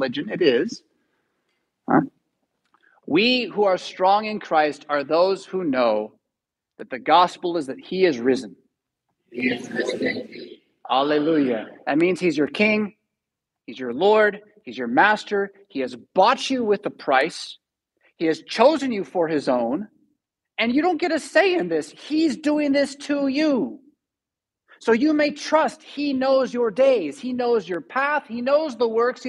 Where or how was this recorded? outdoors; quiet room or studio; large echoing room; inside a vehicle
large echoing room